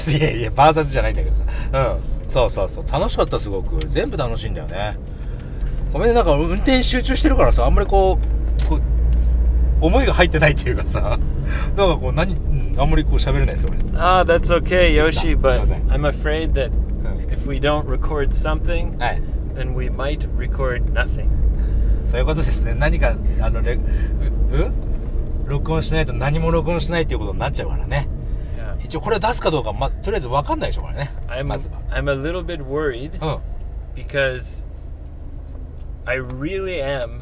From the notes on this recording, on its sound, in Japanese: GoGo号の中で録音をしたのであります